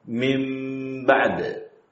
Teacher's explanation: gunnah pada qalb itu gunnah yang lebih pendek daripada gunnah pada bacaan idgham